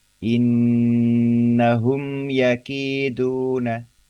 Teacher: Mim sukun bertemu dengan huruf ya tidak mendengung sama sekali. Saling lepas gitu ya. · Term: izhar syafawi